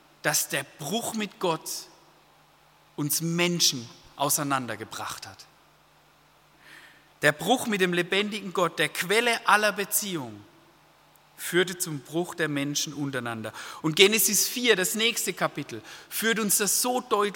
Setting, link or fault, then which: setting, large echoing room